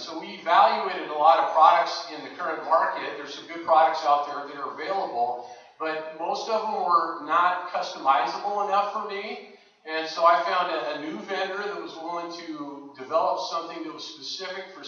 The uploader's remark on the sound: NAATP 2019 National Leadership Conference - GENERAL SESSION 4